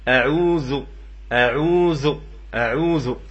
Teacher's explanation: وأعوذ بالذال المعجمة، أعوذ تكون بالذال المعجمة لا بالذال المهملة، ومخرج الذال المعجم يعني منتهى اللسان، هذا يسمى منتهى اللسان مع ما يليه من أصول الثنايا العليا، هذه هي الثنايا العليا، يعني ما يليه من أصول الثنايا العليا.